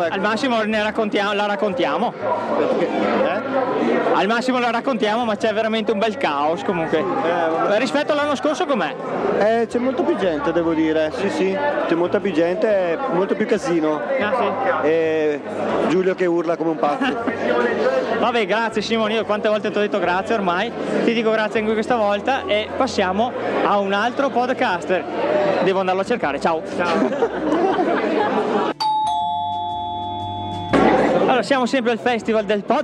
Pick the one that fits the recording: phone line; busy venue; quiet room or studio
busy venue